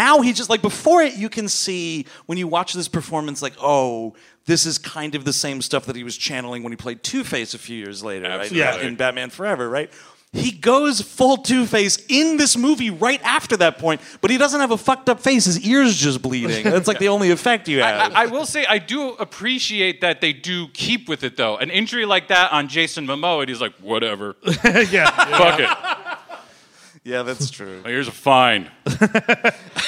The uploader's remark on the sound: Live in Charlotte. Recorded live at the Comedy Zone. In Charlotte, NC.